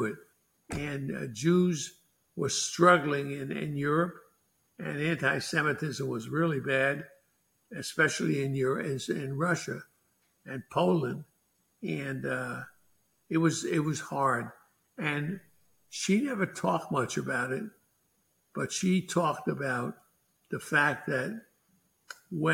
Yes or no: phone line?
no